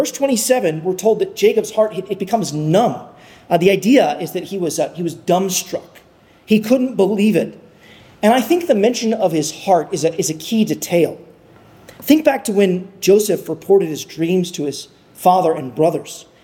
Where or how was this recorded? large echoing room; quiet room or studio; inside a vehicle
large echoing room